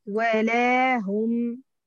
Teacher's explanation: اللام أطول من الواو